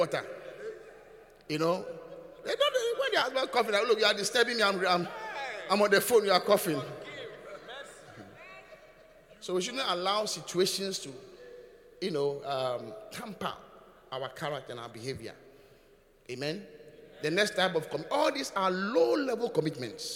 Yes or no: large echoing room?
yes